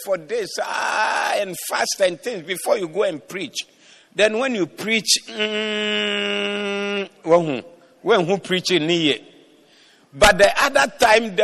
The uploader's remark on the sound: Preached at the Doxa Service.